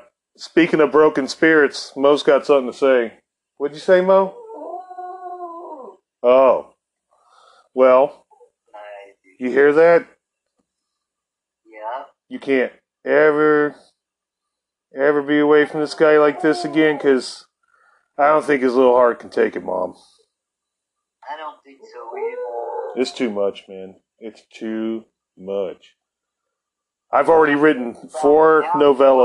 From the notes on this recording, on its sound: Recorded live from my mom's hospital room...bust out the headphones for this one. It's recorded from the hospital that my mom is laid up.